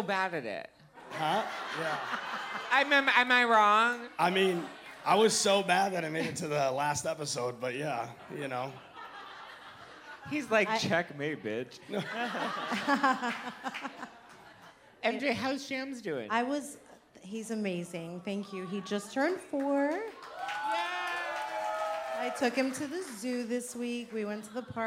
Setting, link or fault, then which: setting, live audience